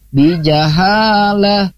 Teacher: ketika ada ta marbutoh di akhir kalimat menjadi huruf ha. Tapi kalau ta tanit itu menjadi tetap huruf ta ya, dengan ambil huruf depannya saja ketika disukunkan itu t-nya saja.